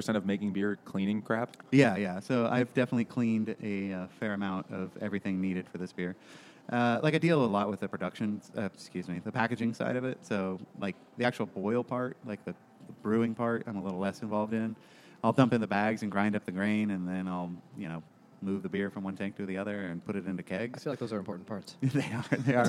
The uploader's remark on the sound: Moby Dick by Herman Melville at Finback Brewery.